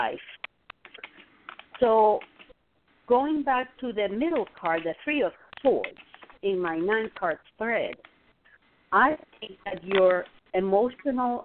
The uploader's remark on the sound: a real, live call-in show